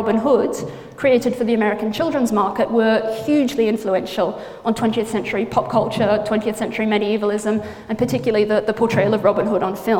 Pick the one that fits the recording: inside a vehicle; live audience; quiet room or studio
live audience